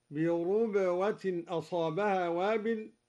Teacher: قرأ الدوري بضم الراء